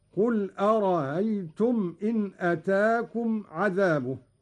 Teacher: قرأ قالون بتسهيل الهمزة الثانية من أرأيت الاستفهامية